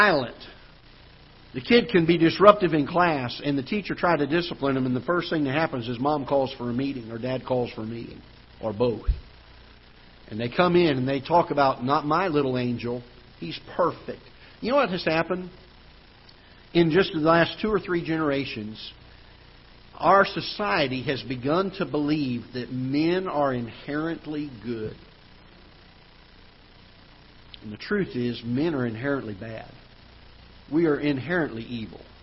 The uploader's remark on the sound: Ketha Heights Baptist Church ~ Live Broadcast.